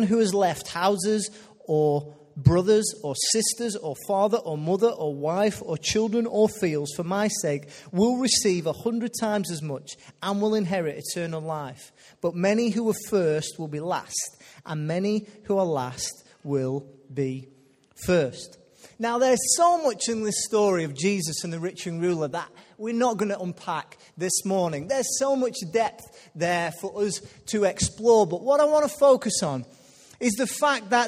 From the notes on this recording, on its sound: Recorded live at Life Church Lancashire